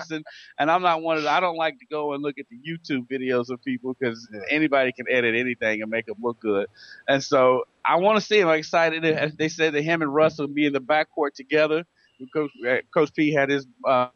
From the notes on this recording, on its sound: The Weekend Sports Buzz - LIVE from Sullys.